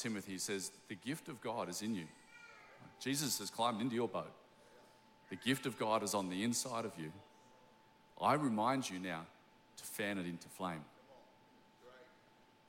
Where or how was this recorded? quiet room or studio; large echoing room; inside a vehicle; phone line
large echoing room